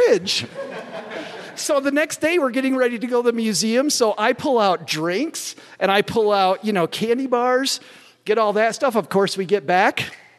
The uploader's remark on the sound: We went campin'. Dug up some inspiring and amazing money stories from fellow campers. We are live today from Camp FI (financial independence).